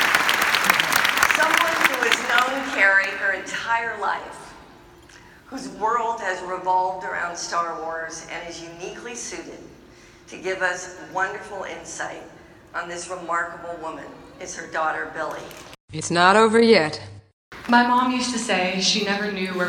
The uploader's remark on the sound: Listen to this exclusive live audio from Star Wars Celebration Orlando 2017. This was recorded in person while at the 40th Anniversary panel in SWCO 2017.